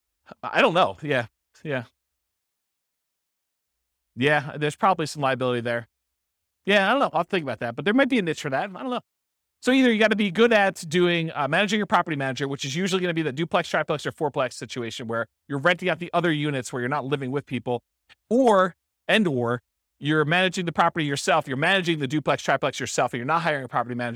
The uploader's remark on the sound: This was a live class recorded